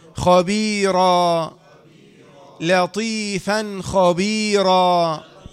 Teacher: راء فتحة ألف مادة عوض حركتان